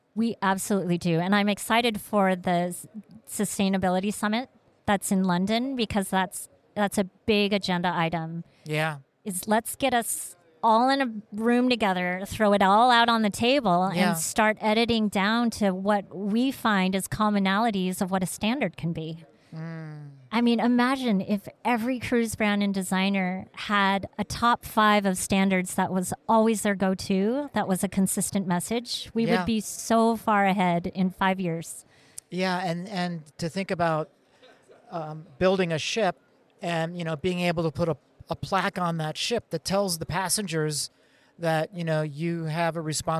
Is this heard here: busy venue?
yes